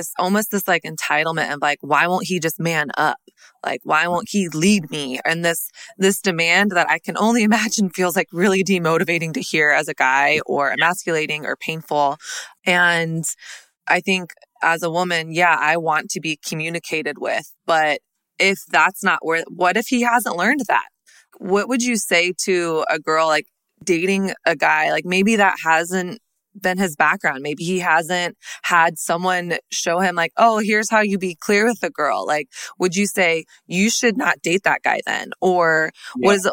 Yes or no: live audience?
no